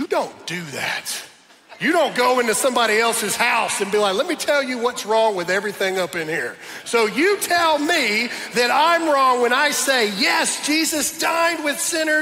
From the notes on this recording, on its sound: my message that I preached at Dream City Church in Phoenix, Arizona